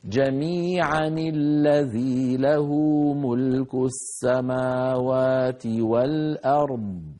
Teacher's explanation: نحرك هذه النون بالكسر فتصير جميعا الذي له ملك السماوات والأرض · Term: النون المكسورة